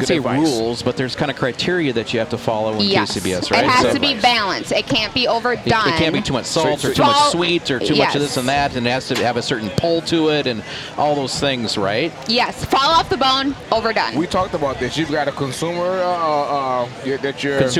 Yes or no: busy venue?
yes